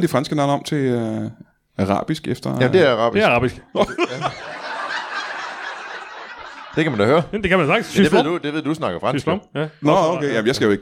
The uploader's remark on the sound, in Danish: LIVE fra Kolding